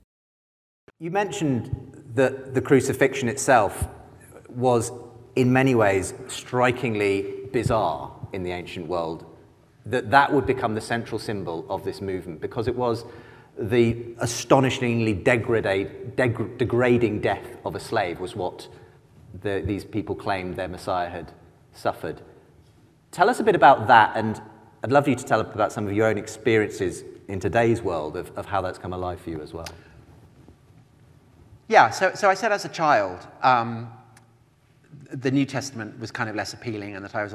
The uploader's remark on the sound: The second part of a conversation recorded live. At the IllumiNations Europe conference in Scotland.